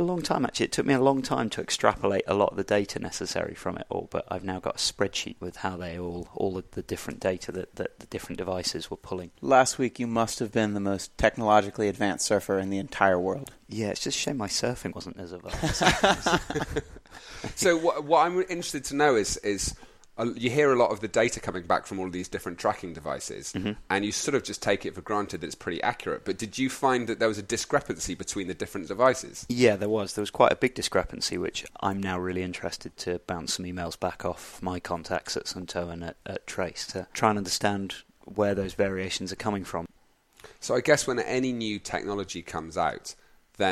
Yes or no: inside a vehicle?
no